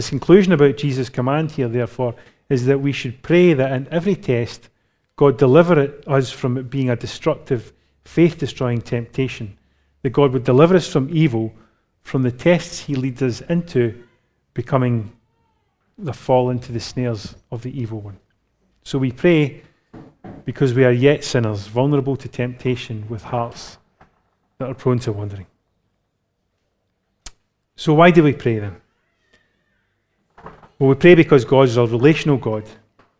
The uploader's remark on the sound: Recorded live at Grace Community Bible Church.